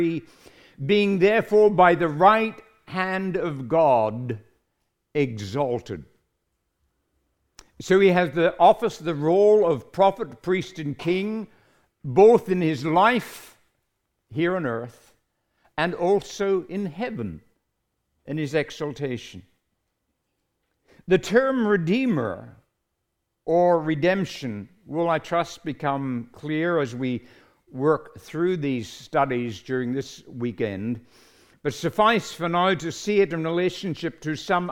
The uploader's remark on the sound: Recorded live at Grace Community Bible Church.